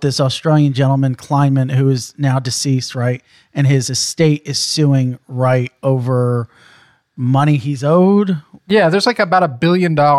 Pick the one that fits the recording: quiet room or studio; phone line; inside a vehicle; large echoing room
quiet room or studio